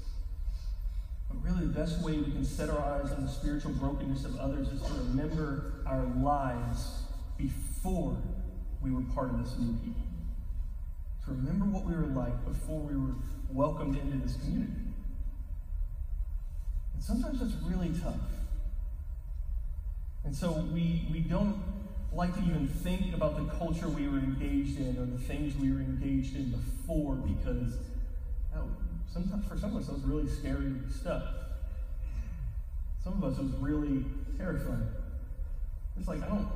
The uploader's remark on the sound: We apologize for the poor quality of the audio. We had an issue with our recording this week.